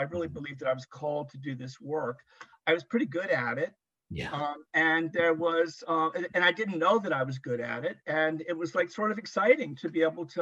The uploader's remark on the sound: Recorded 10.24.2022 in NC & MD on Zoom